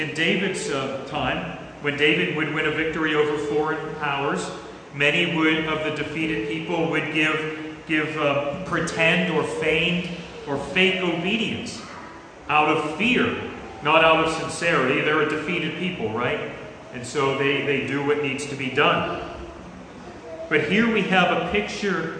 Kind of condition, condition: setting, large echoing room